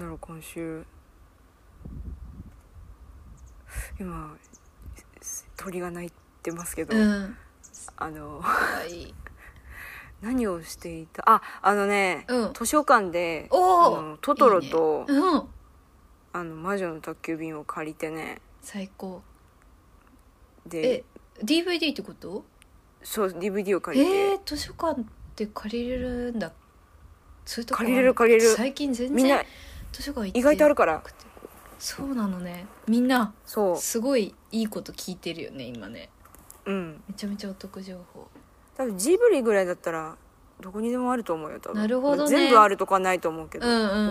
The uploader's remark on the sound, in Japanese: 風が強い上にイヤホンが逝った日（ごめん）。タイトルの通りでして音声が乱れております・・・。